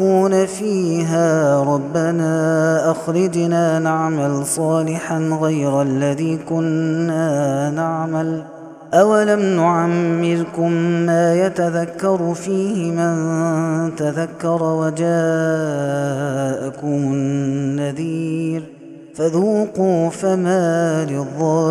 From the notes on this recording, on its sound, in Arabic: هذا التسجيل من صلاة التراويح